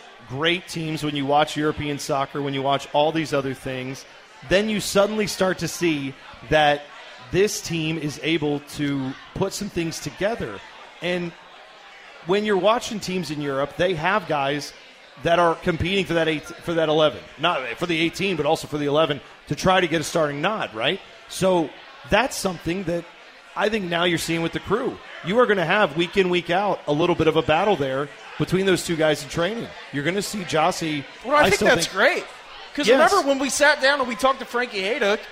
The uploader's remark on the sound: LIVE from the Pub at the LDC for a postgame show.